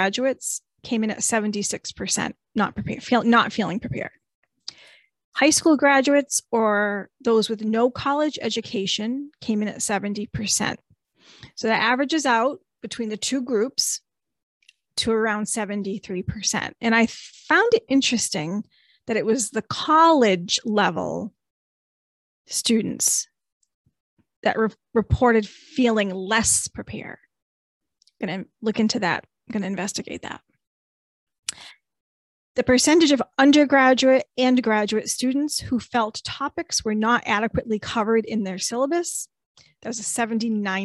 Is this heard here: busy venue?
no